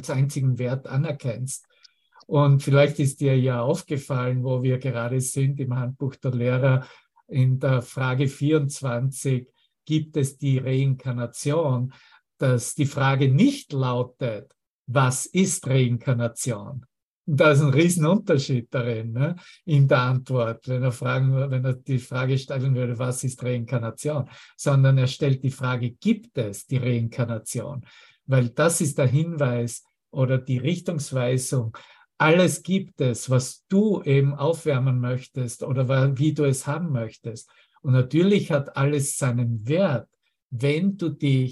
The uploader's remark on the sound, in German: Zoom-Session